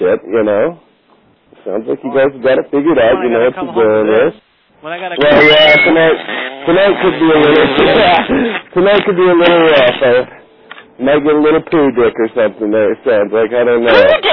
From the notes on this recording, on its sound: …'s Personal Prank Phone Calls Collection.